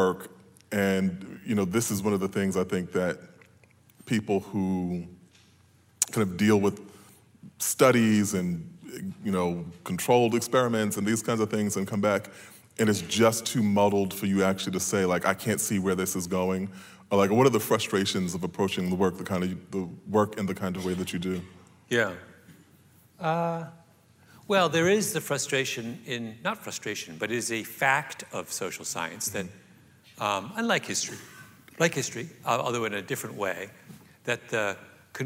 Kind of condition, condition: setting, live audience